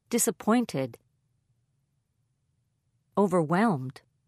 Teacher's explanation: Stress on third syllable